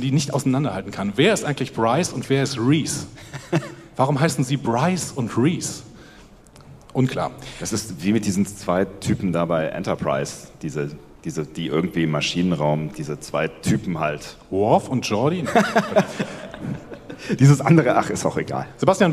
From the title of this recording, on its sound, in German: Live von der Fedcon 29